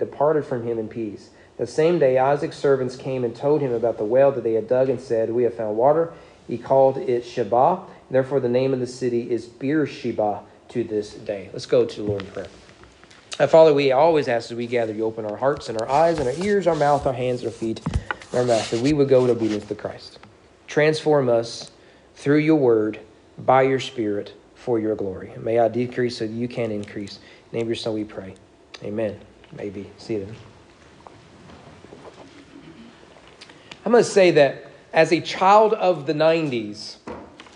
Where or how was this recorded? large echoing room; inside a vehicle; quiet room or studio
large echoing room